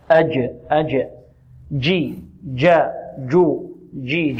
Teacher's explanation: ونبهنا قلنا الجيم هذه لا نعطيها رائحة الدال أو نجنبها رائحة الدال أو حرف الدال يجي، إذن هي الجيم تخرج من ماذا؟ من وسط اللسان، وفيها صفة شدة وانحباس الصوت